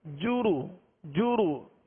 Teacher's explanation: پیش کو بغیر کھینچے، بغیر جھٹکا دیے معروف پڑھیں گے، ہونٹوں کو گول کر کے